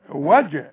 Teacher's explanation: الجيم اللي عليها السكون لازم تقلقل